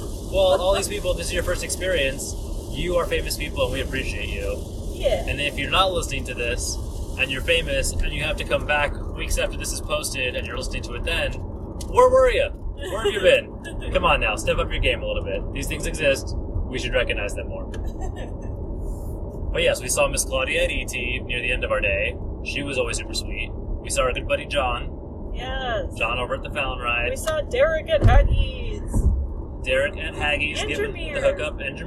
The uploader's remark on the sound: Are in the car again.